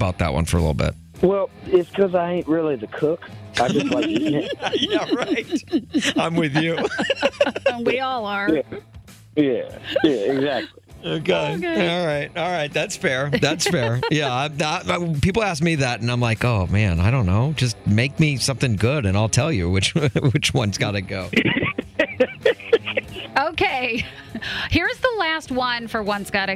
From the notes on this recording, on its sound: Called in to play One's Gotta Go before he takes the stage at Windy City Smokeout.